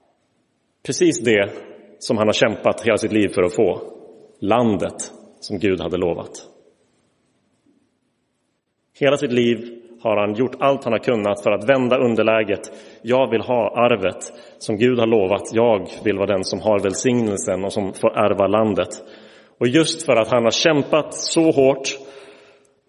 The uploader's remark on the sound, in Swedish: Inspelad i Roseniuskyrkan.